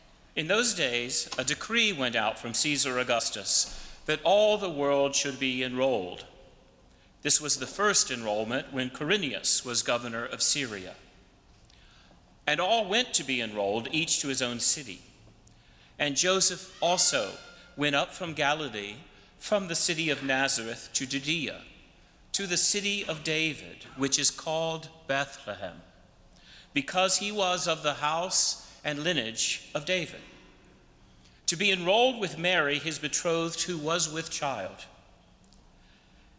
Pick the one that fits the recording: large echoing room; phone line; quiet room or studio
large echoing room